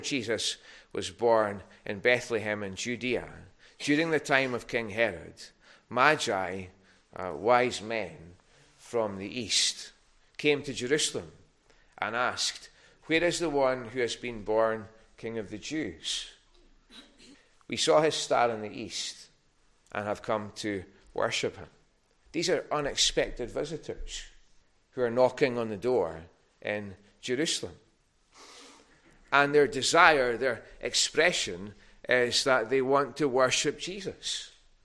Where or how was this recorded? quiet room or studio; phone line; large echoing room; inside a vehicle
large echoing room